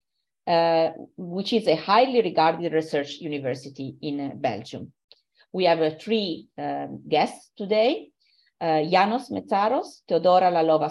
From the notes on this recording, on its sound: Originally a live webinar